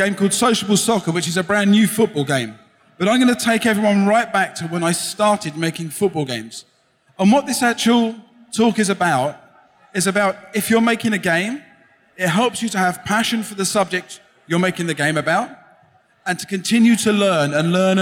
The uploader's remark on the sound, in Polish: Nagranie to jest zapisem sobotniego panelu na scenie głównej festiwalu Pixel Heaven 2016 . Prelekcja w języku angielskim.